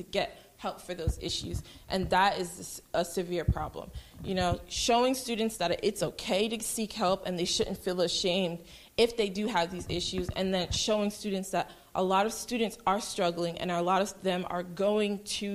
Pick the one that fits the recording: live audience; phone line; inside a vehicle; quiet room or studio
live audience